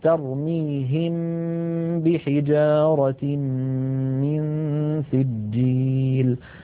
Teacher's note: نطبق الشفتين هكذا على الميم ونغن ثم نفتحهما على الباء · Term: الإخفاء